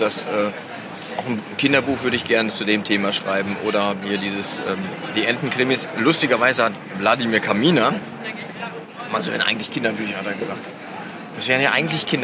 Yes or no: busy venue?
yes